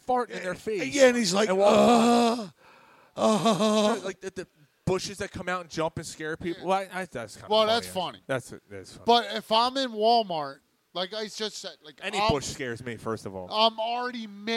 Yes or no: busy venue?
yes